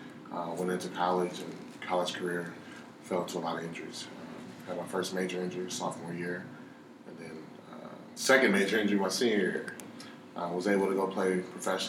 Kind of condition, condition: fault, sounds in the background